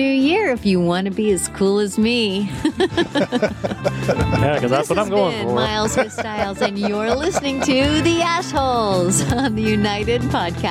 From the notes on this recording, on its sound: Broadcast live on location from Studio 21 Podcast Cafe high above Two Guys Smoke Shop in Salem, New Hampshire on the United Podcast Network.